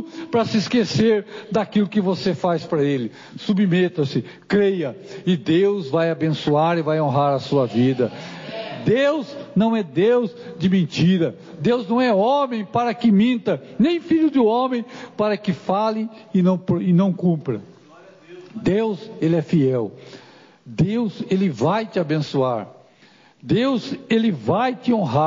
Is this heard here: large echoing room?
yes